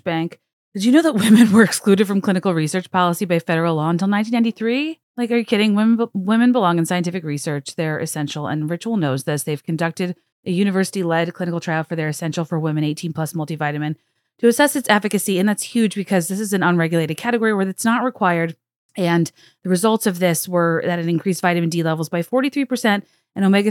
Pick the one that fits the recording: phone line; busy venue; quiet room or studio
quiet room or studio